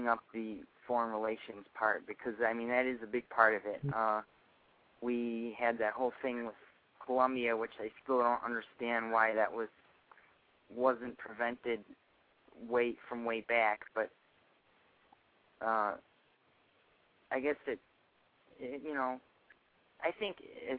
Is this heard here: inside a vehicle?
no